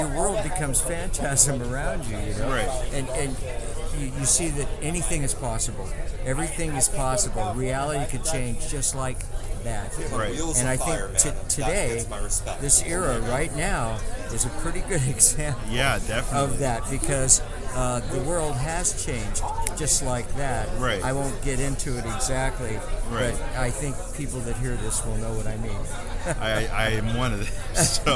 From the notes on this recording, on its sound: live from Pittsburgh's Horror Realm Con